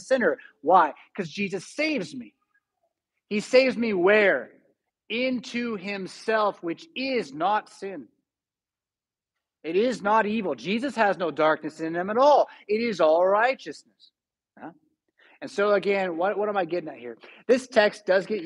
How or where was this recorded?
large echoing room